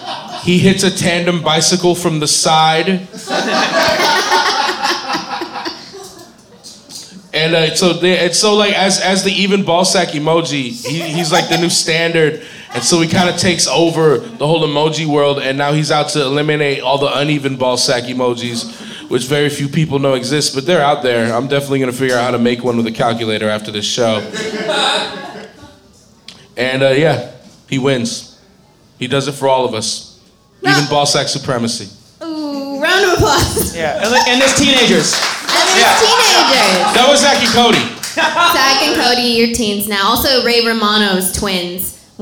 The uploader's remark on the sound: Live at Kelly's Olympian in Portland, OR - the game of the 60 second screenplay!